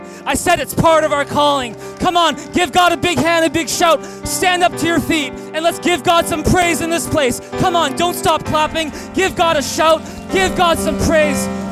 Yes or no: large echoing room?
yes